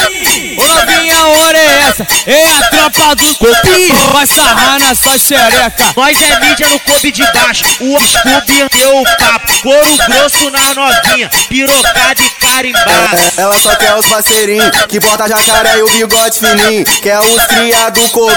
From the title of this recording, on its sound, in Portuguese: MEGA AO VIVO NO BAILE DO CDB